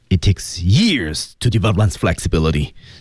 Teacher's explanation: 由于他强调他说的是真理，所以他用的是降调